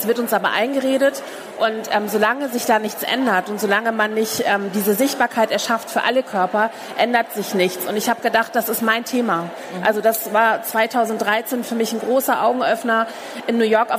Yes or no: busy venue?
yes